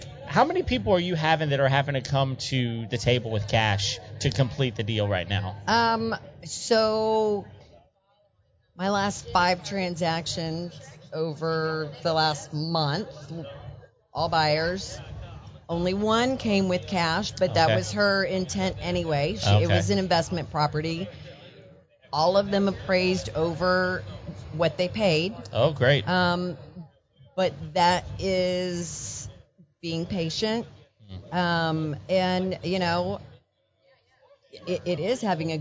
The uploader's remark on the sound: our live appearance